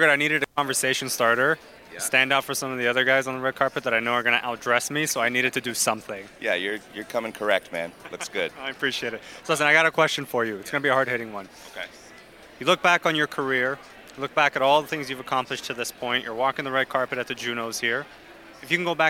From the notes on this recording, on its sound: Episode filmed live from the Red Carpet at the JUNO Awards! Studio: Startwell Studios.